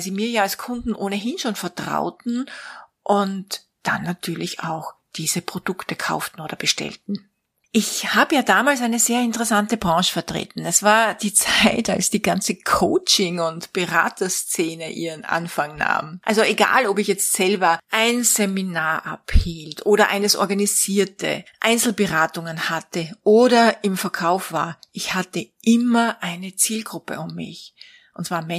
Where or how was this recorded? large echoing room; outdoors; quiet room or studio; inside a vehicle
quiet room or studio